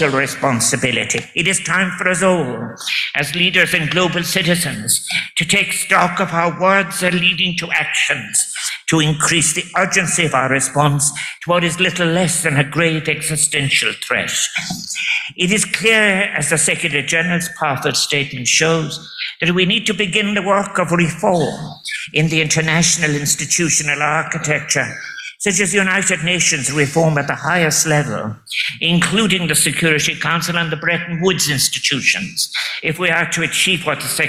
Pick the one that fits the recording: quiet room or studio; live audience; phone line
live audience